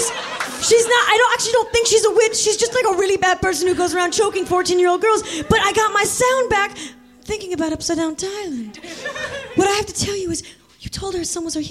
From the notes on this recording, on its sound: Live at Nerdmelt. Stay til the end for a very special live cast and crew q&a!